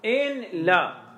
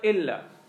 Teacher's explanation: بالإدغام، إدغام النون في اللام · Shown in: second take · إلا، يعني في الواقع ما هو في الواقع إن لا، إن لا أضغمت النون في اللام صارت ماذا إلا زين تخفيفا.